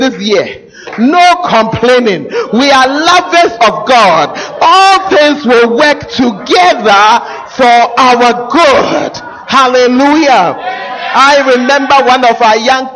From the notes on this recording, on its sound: Preached at the First Love Center, Ayeduase